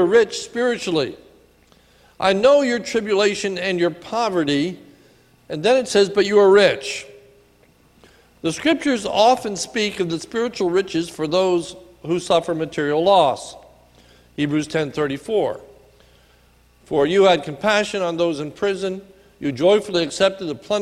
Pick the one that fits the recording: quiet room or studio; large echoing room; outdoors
large echoing room